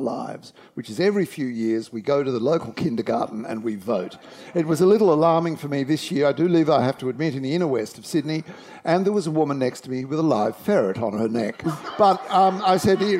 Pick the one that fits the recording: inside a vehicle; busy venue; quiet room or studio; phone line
busy venue